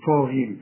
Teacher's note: طا أعلى درجات التفخيم والغين آخر درجات التفخيم لأنها مكسورة